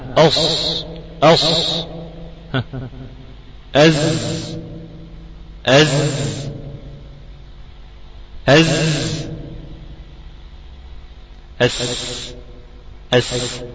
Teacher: قال: والصاد والسين وزاي تجلى، حروف صفير تخرج من طرف اللسان مع ما بين الثنايا العليا والسفلى. طرف اللسان مع ما بين الثنايا العليا والسفلى، قريب إلى أطراف الثنايا السفلى، غير أنه يوجد انفراج قليل بينهما · Term: حروف الصفير